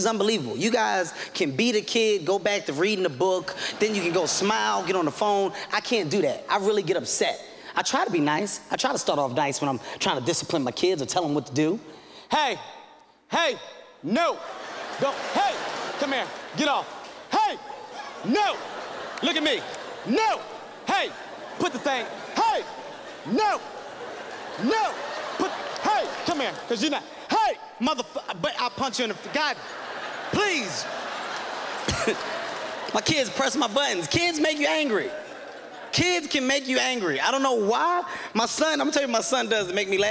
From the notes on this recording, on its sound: This performance was filmed during the Just for Laughs Festival at Montreal, Quebec, in 2007.